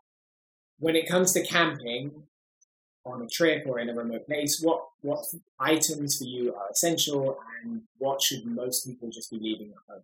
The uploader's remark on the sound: I sincerely apologise for the poor audio quality of this episode. We're not really sure what happened.